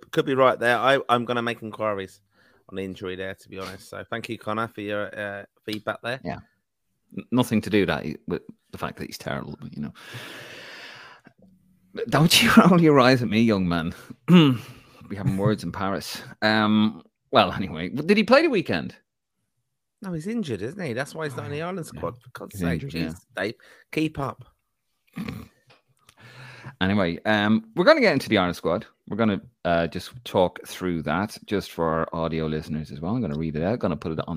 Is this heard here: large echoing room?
no